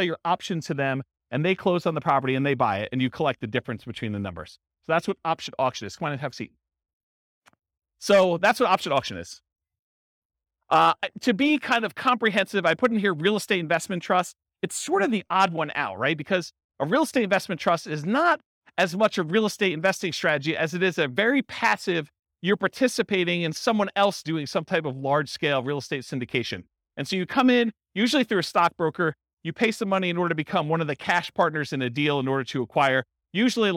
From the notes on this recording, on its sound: In Huntington Beach, California. This was a live class recorded. The live in-person version.